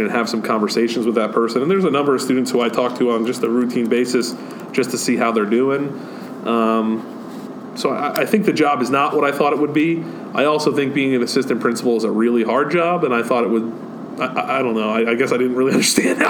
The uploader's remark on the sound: we take our mics to MiniTHON